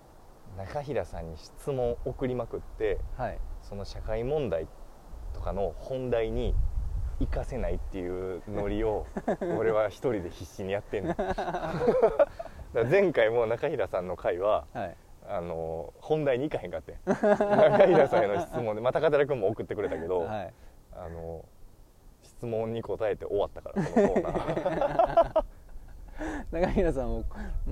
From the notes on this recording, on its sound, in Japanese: 大物公園収録の後編です！